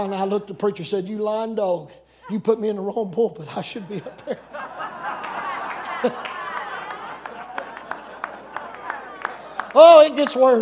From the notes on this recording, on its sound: This message comes from the Camp Meeting in Seffner, FL.